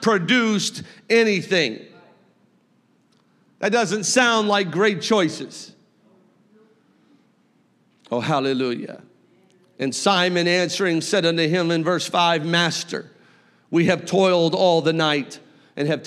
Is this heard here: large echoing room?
yes